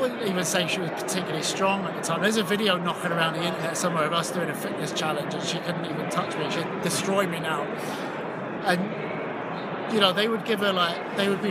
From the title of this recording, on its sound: Live from the 2019 USC Convention